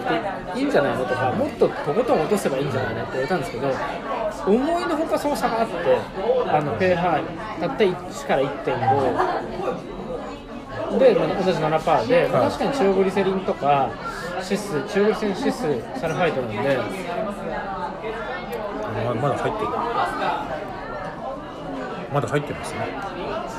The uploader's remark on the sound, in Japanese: 今回、初の二人でのトークを収録！居酒屋トークを収録！マイク通してないので聞き苦しいところはごめんなさいm(__)m。